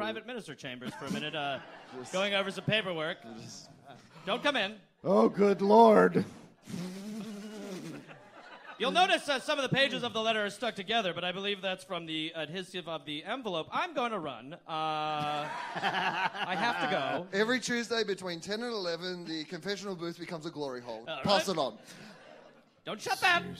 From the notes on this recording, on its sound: Live from LA Podfest